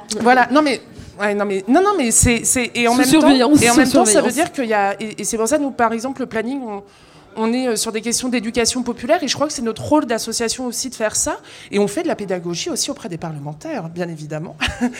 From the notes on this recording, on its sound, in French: Rediffusion Live. Le Point Ephémère a accueilli un enregistrement d'un épisode de Popol en live !